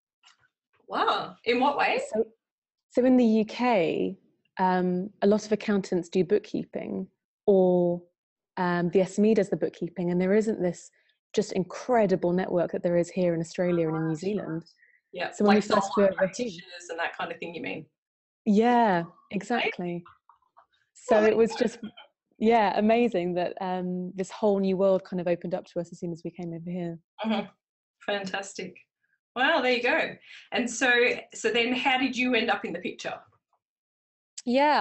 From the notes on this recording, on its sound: Originally a recorded webinar.